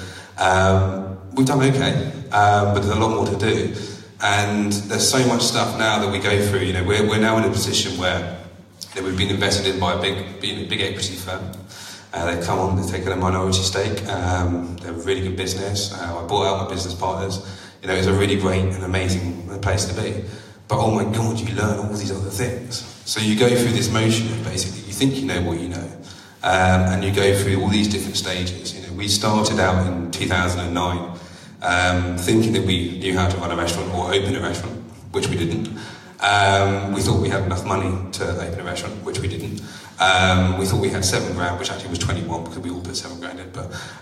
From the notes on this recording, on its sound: a taste of one of our 'live' events